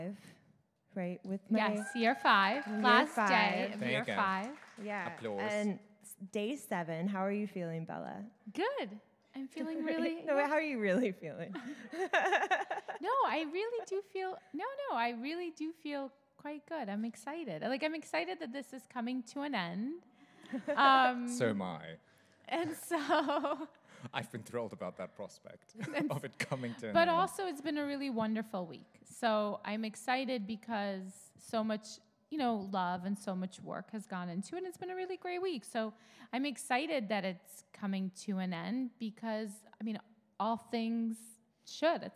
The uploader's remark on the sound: Talk live from NYC Jewelry Week 2022 Headquarters at Industry City. It's live, it's unedited, and it really bloody ROUGH!